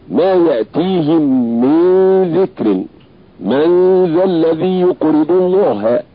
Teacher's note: بترقيق الغنة لوجود حرف الاستيفال بعدها